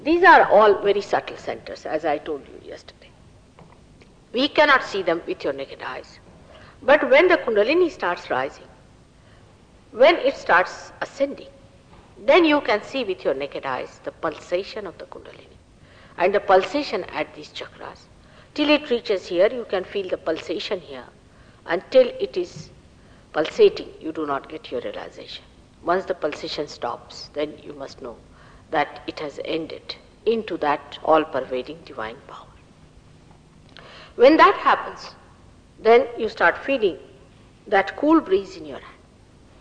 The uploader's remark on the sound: At a Sahaja Yoga public program in the Brighton Pavilion, Brighton, England.